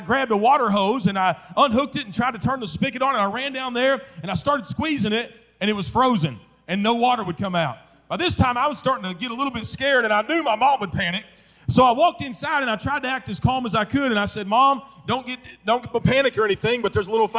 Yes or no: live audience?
yes